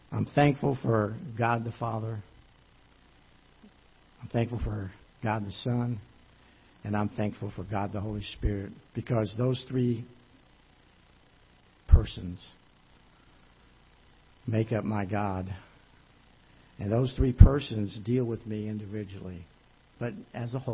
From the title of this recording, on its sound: Ketha Heights Baptist Church ~ Live Broadcast